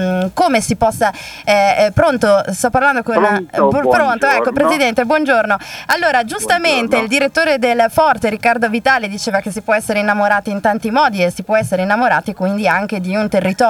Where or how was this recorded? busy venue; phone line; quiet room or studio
busy venue